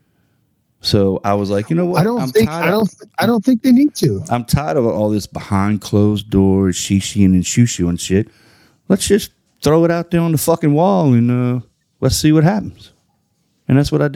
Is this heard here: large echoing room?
no